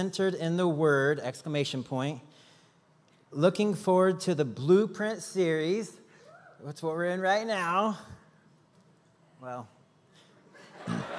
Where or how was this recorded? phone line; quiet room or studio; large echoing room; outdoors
large echoing room